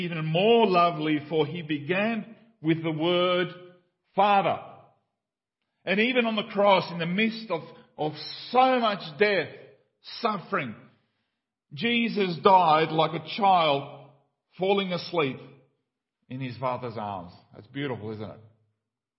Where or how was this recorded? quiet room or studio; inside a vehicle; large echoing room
large echoing room